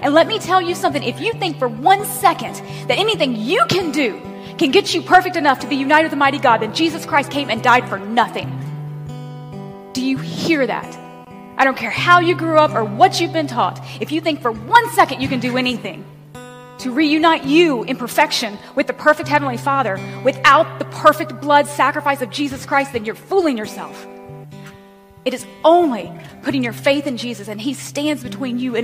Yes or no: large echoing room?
yes